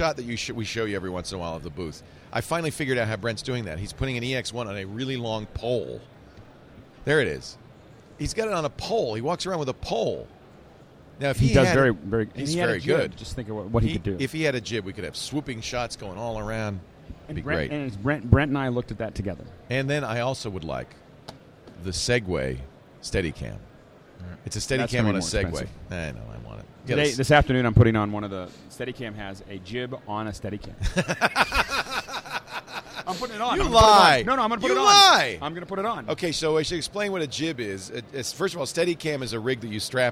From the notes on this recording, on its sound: Live from NAB Show 2011